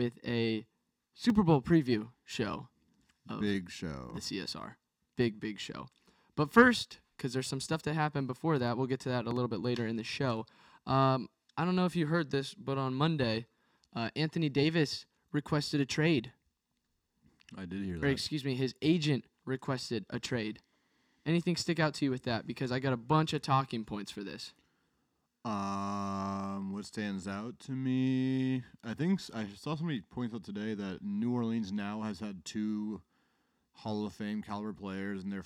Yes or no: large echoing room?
no